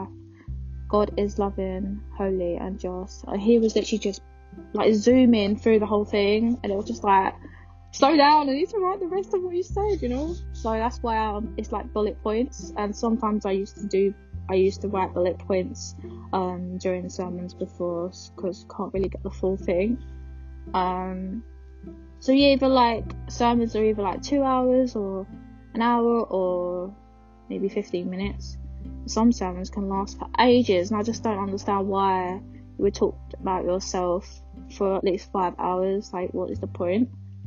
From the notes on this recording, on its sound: Sorry the quality is rubbish I was recording through my headphones again